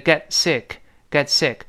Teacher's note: 那么 get 后面那个 t 失去爆破了，因为它 t 本身报复音嘛，碰到辅音 sick 那个 s，所以 get sick getsick。注意得病不要读 seek，那